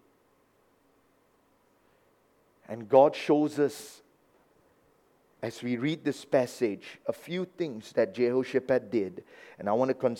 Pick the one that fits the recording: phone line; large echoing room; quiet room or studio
large echoing room